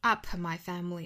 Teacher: up 尾部的 p,我们做不完全的爆破